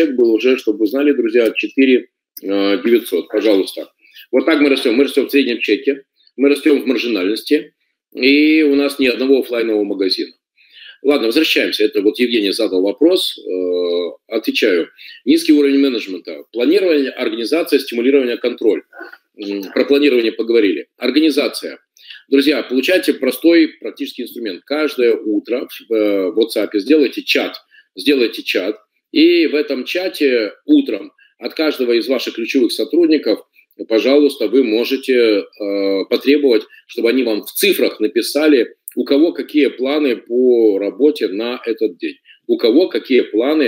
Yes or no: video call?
yes